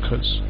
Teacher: The second syllable is stronger.